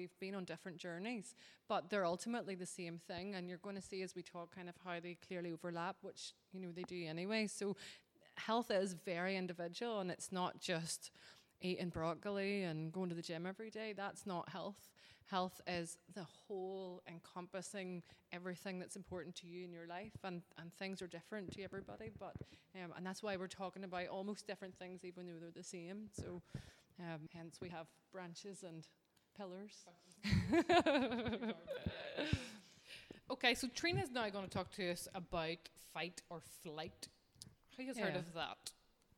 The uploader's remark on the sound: Live Show. A live audience.